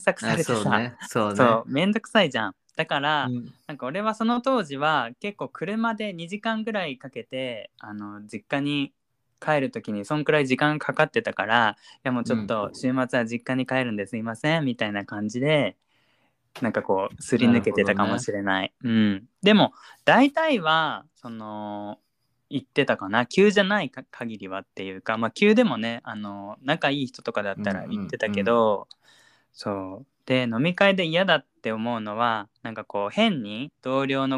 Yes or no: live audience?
no